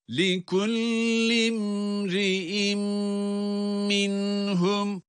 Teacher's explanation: Sadece burada imri'in kelimesinde de yine mimin cezimini okurken, daha doğrusu mimi cezim ile okurken oradaki mimin gunne sesini de çıkarıyoruz